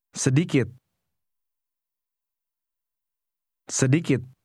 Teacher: Notice how the speaker's voice stops abruptly at the end of the word.